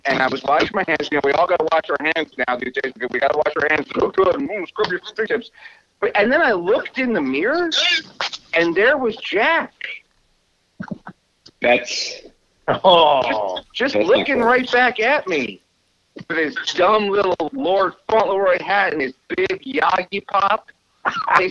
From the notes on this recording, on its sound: The gang gets together over the phone lines from various locations and is joined by a special guest.